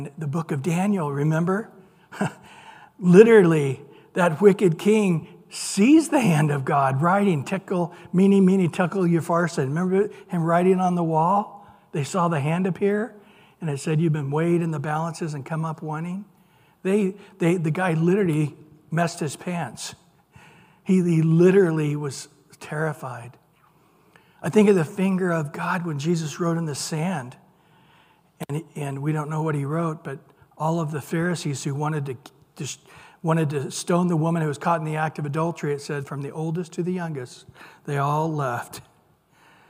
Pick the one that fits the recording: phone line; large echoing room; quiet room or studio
large echoing room